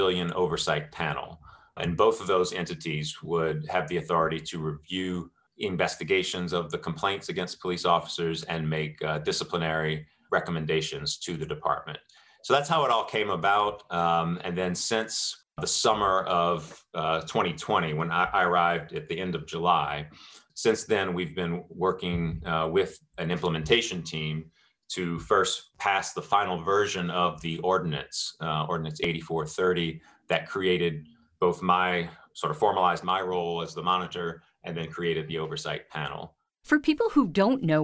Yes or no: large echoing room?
no